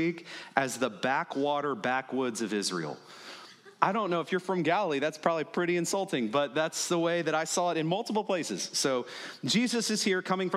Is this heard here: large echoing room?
yes